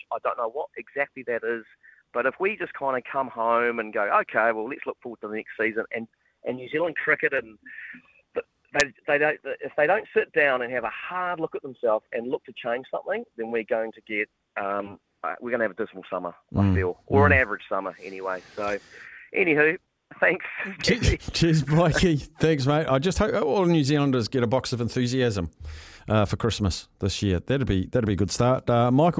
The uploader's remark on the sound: opens up the phonelines